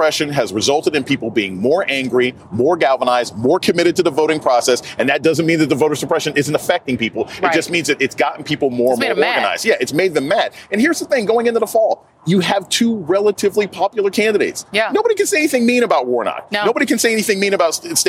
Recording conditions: outdoors